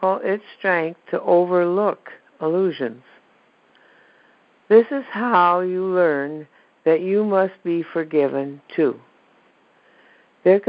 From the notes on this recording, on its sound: ACIM Daily TEXT Conference Call